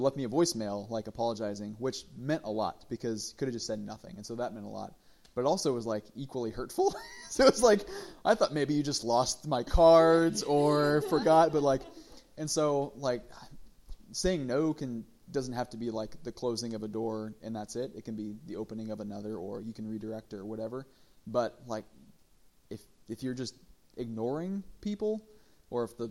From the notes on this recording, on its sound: This is audio from our very first Discipleship Panel Conversation + Q&A, hosted by Rooted, our monthly women's gathering.